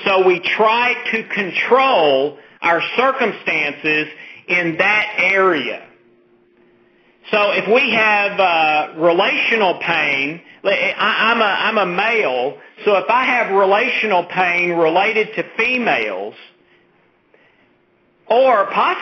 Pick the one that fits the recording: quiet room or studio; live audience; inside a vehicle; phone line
phone line